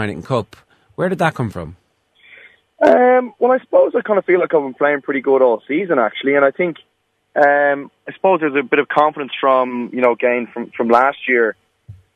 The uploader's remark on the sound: on the phone this week